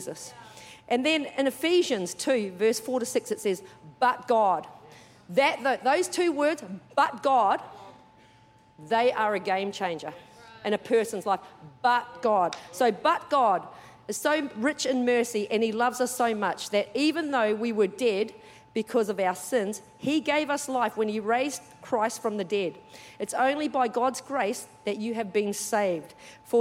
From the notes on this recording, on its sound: Recorded during our 9am service on Sunday, the 13th of August 2023.